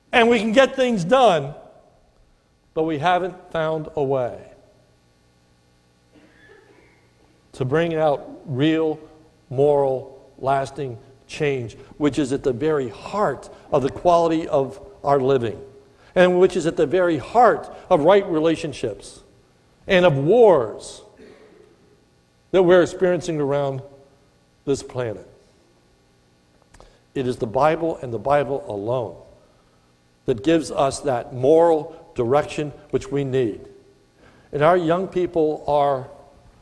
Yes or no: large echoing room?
yes